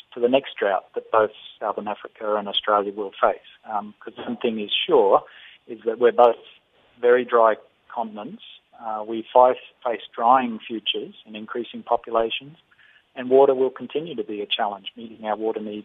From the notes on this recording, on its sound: we are joined on the line